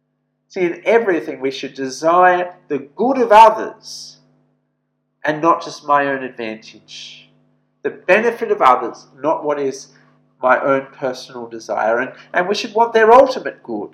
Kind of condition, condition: setting, large echoing room